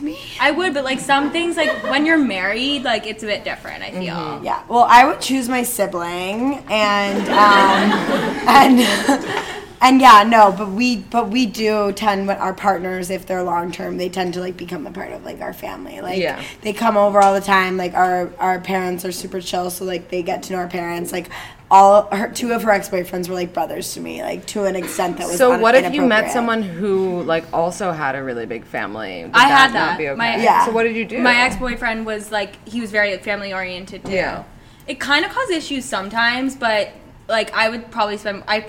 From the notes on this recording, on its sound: Our first live podcast.